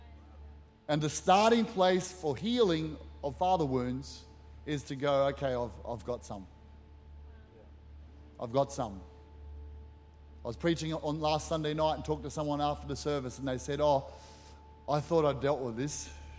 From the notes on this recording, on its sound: Recorded during our 9am service on Sunday, the 8th of October 2023.